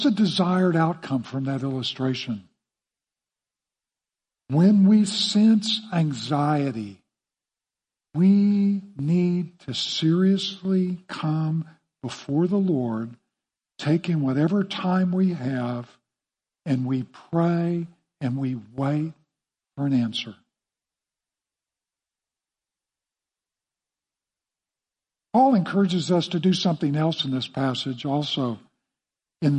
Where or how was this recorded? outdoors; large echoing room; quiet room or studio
large echoing room